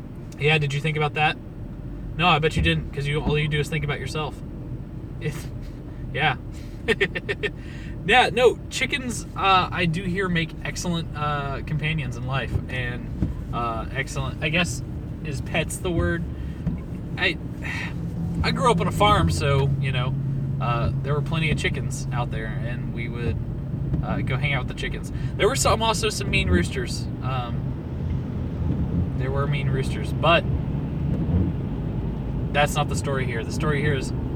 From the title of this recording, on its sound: Thoughts from the Car